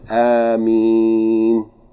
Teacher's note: he used to extend his voice in saying it, meaning in the second part of the word Ameen, not in the first part · This is incorrect. There's no med in the word Ameen in the beginning of the word. It's not four or five counts. Rather, it's Ameen.